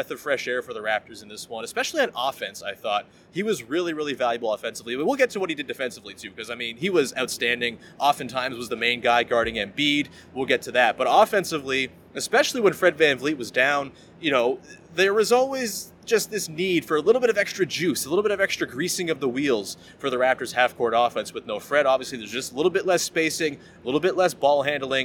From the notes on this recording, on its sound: Goes solo LIVE from Scotiabank Arena.